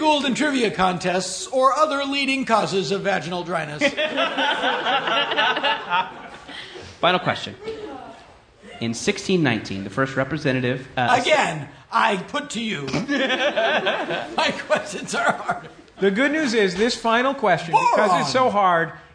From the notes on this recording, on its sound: Live on a Battleship. Recorded live on the USS Iowa.